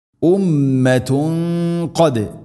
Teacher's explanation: തൻവീന് ശേഷം ഖാഫ് വന്നാൽ അവ്യക്തമാക്കി മണിക്കണം. അതേസമയം ഖാഫ് സ്വരഭാരത്തിൽ ഉച്ചരിക്കേണ്ട അക്ഷരമാണ്, ഗുന്നയും സ്വരഭാരത്തിലായിരിക്കാൻ ശ്രദ്ധിക്കണം.